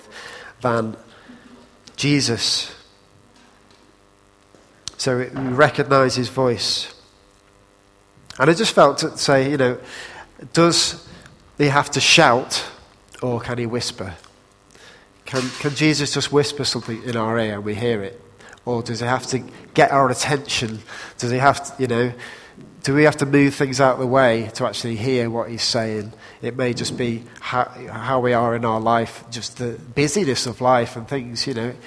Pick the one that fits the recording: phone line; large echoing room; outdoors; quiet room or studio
large echoing room